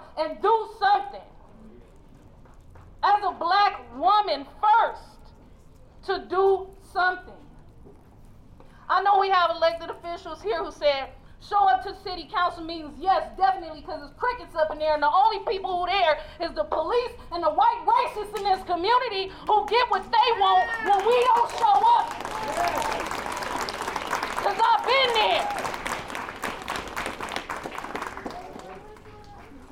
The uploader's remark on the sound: we will hear sounds from protests that have been happening in the streets of Antioch